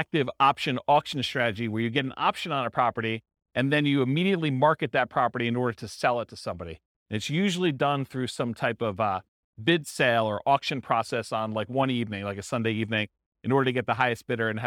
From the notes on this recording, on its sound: This was a live class recorded.